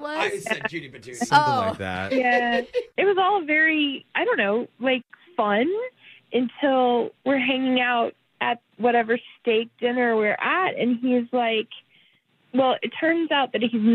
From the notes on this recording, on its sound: the woman on the phone today